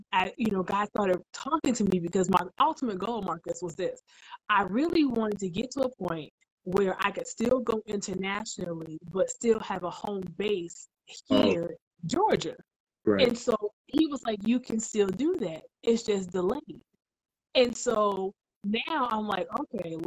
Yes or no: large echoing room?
no